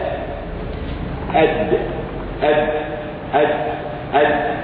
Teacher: هذه الدال ما ظهرت إلى أذنيك ولم يظهر صوتها لأنها شديدة ولم يخرج معها النفس لأنها مجهورة